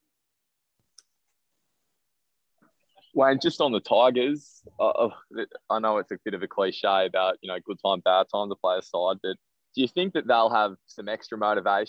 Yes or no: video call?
yes